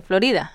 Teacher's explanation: she's rolling her R